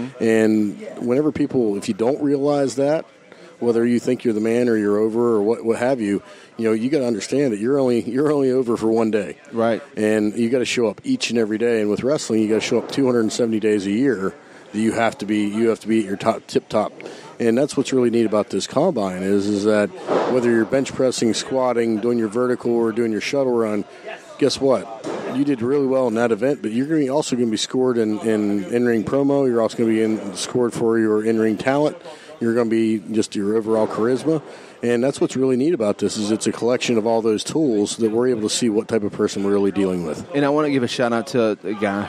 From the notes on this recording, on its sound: LIVE at the OVW Combine. LIVE at the First Annual OVW Combine.